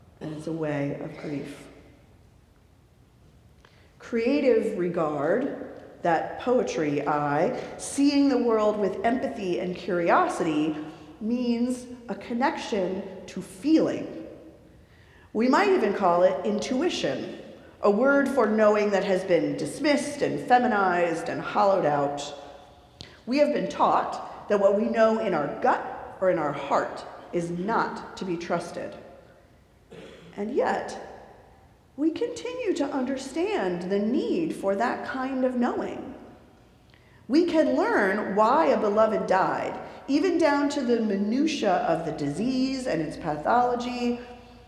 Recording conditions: live audience